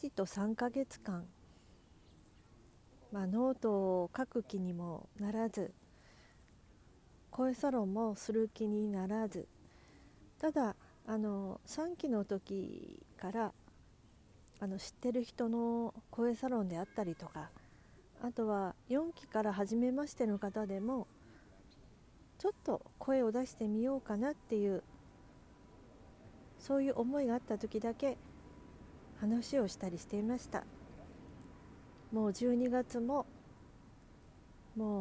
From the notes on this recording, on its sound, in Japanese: 公園収録しながら、ベストタイミングを待つことにして、 雲一つない空や 紅葉の葉っぱや 澄んだ空気を楽しみながら話をまとめました。公園収録しながら、ベストタイミングを待つことにして、 雲一つない空や 紅葉の葉っぱや 澄んだ空気を楽しみながら話をまとめました。